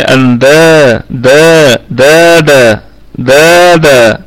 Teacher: اندادا النون ساكنة، أتى بعدها حرف الدال فحكمها إخفاء حقيقي بغنة. أندادا الكلمة كلها مرققة، والدال فيها مد طبيعي